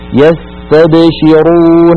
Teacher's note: السين حرف رخو يجري معه الصوت، بينما تاب يستب الباء ساكنة مقلقلة وهي حرف شديد، فزمنها لابد أن يكون أقصر من السين وقد لونت باللون الأخضر.